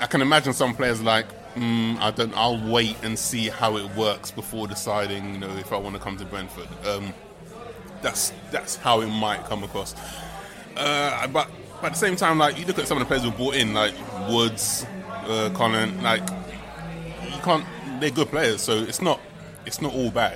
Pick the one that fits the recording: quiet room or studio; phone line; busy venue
busy venue